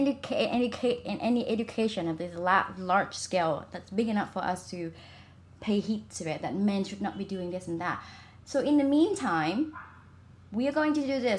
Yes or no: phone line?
no